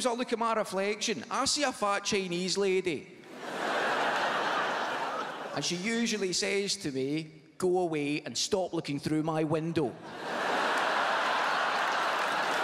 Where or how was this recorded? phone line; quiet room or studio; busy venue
busy venue